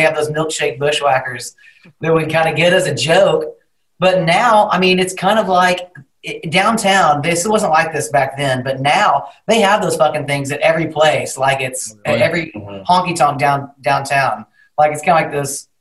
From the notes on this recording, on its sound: over Zoom